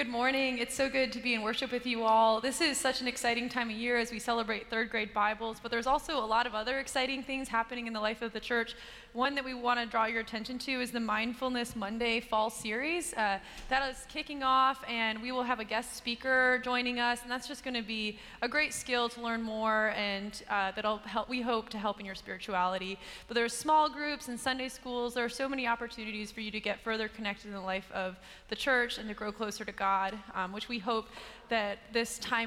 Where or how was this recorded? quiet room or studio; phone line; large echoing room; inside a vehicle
large echoing room